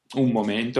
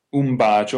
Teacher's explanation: E poi c'è un altro caso, che è quello più particolare, con la P, con la B e con la M, con la M, M. Le labbra, entrambe le labbra che si toccano, P, B, M. Allora la N diventa semplicemente una M.